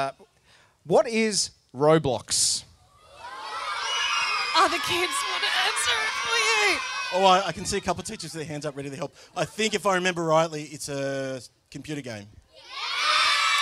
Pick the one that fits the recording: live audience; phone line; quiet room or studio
live audience